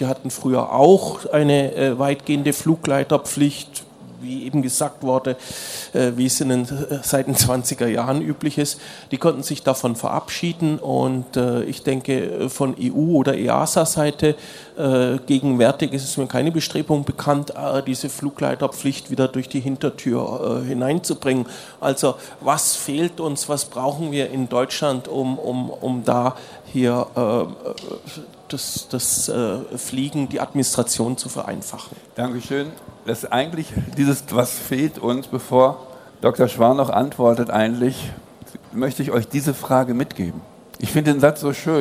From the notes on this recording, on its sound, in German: Podiumsdiskussion auf der AERO 2019.